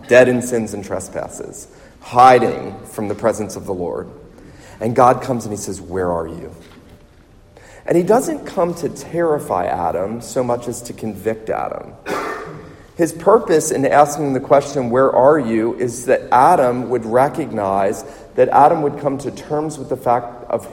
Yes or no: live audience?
yes